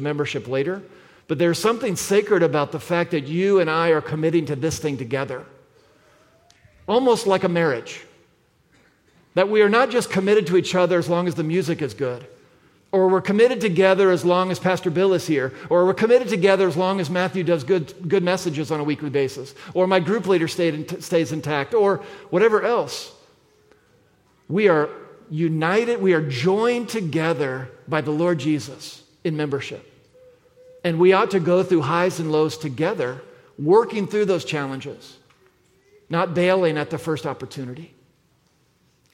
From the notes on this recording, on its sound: at the February 4, 2024 Sunday morning services of Boca Raton Community Church in Boca Raton, Florida.